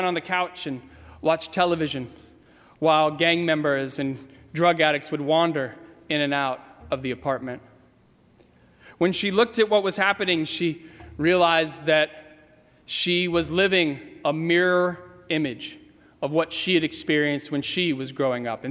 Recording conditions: large echoing room